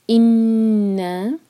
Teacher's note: نون مشدد ہے، غنہ کریں گے اور دو حرکہ کھینچیں گے. ان، نون کو جلدی سے نہیں پڑھنا، ٹائم دیں گے انشاءاللہ دو سیکنڈس.